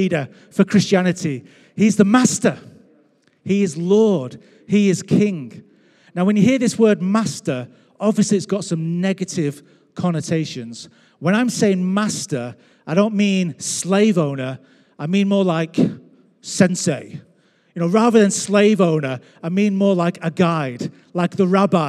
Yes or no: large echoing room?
yes